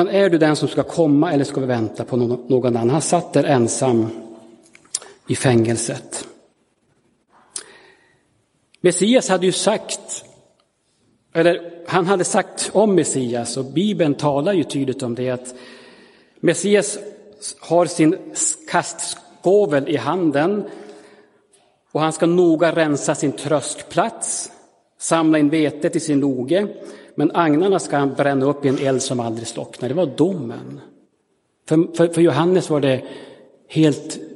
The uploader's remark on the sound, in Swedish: Inspelad i Roseniuskyrkan den 11 december 2022.